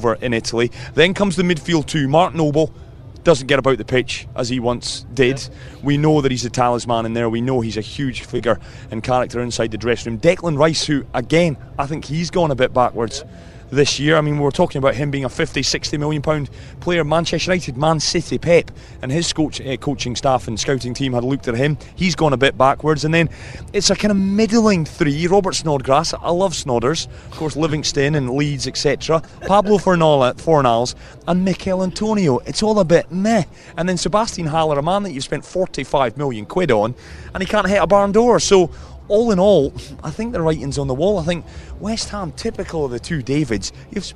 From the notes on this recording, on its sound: From the rooftop garden of Barasti. Back at Barasti, where the game is always on.